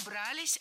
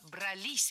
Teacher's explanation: ударным должно быть окончание, которое располагается рядом с возвратной частью «се». · Shown in: second take